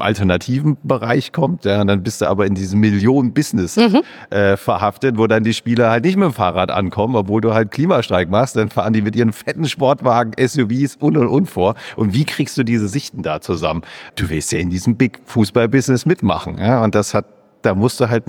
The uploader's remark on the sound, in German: Live auf der Solutions